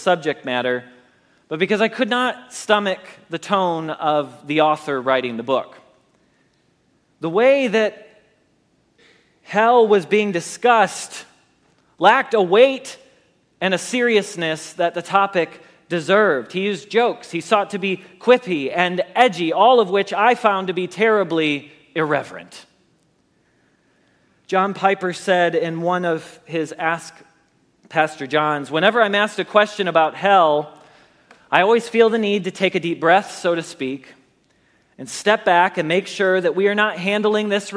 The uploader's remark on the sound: Message Preached at Valley Creek Church.